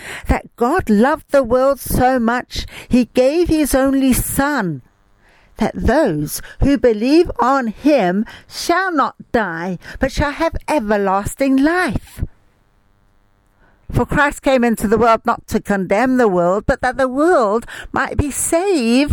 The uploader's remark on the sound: Speaking via phone to group in Sierra Leone.